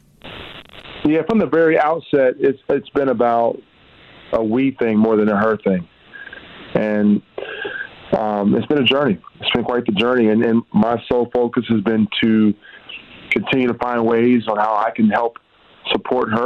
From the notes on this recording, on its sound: call in to MKE in the Morning